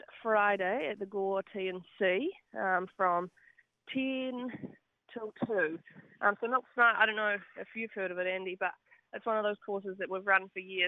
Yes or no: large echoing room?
no